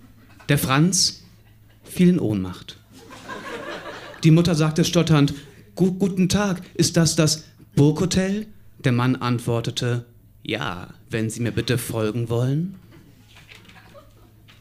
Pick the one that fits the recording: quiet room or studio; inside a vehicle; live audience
live audience